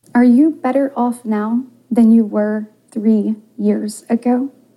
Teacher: talking in such a breathy, high-pitched tone